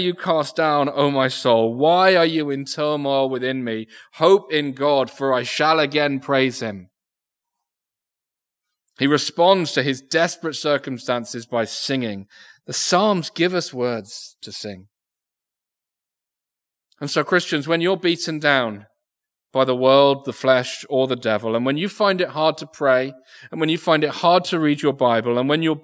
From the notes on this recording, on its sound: Recorded Live Sermon from Binscombe Church (BWS).